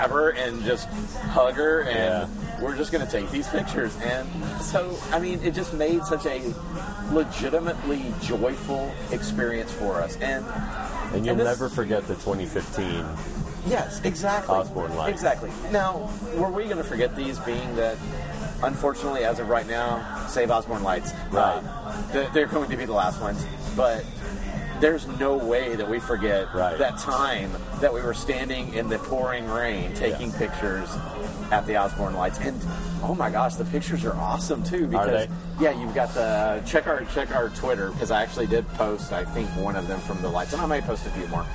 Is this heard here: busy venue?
yes